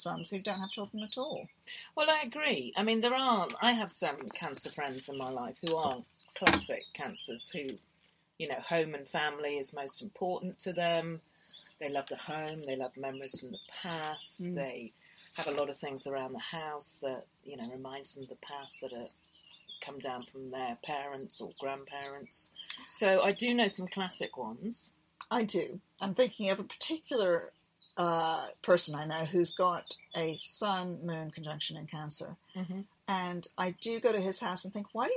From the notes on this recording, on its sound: We record the latest podcast on a narrow boat rocking gently back and forth on the canal sipping cups of tea.